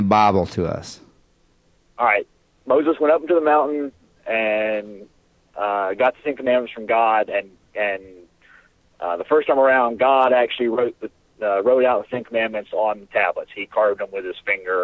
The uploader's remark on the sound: Phone calls.